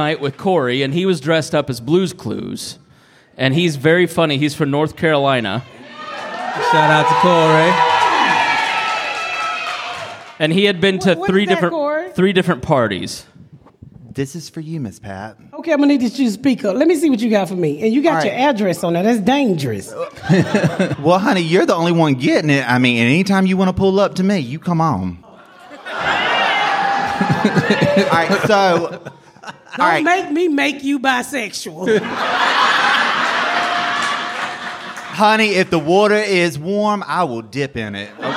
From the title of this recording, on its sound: Live from The Second Annual Crack Baby Party